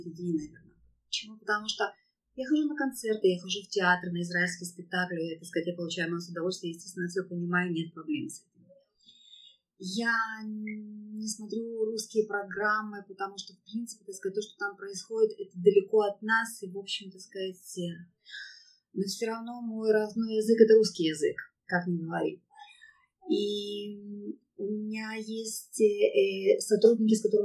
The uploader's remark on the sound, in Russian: Подкаст будет немного шумным, так как, несмотря на то, что мы разговаривали в библиотеке, она была совсем не тихой.